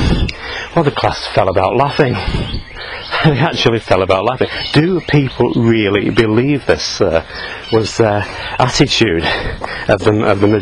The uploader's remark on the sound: while out walking his dog